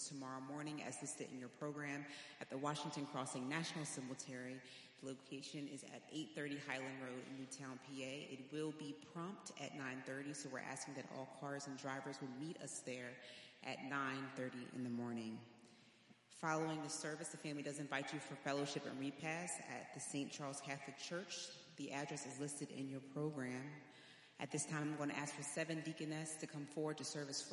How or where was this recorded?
large echoing room